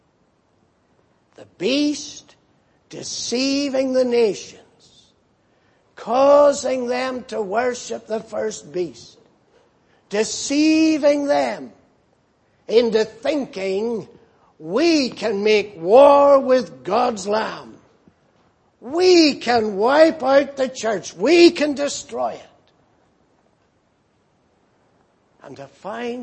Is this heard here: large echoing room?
yes